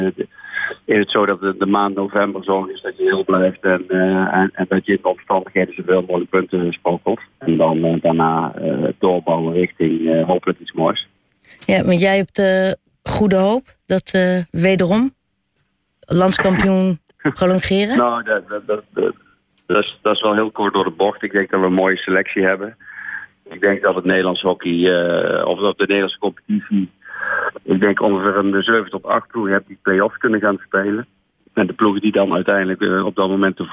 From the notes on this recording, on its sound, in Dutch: Belt met de 'recordcoach' van Bloemendaal.